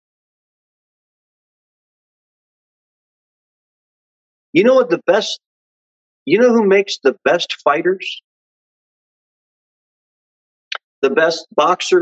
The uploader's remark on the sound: Sermon delivered at Pilgrim Baptist Church.